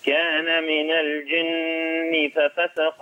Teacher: احنا عندنا النون المشددة بنقف عليها بإيه حركتين